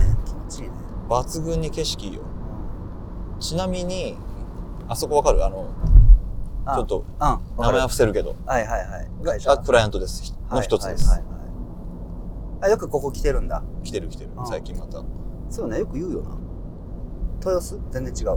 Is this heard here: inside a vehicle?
yes